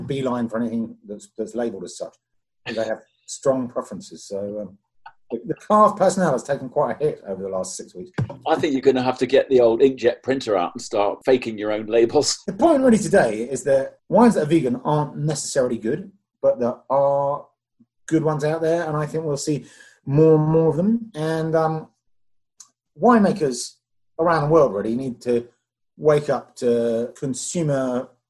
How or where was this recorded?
video call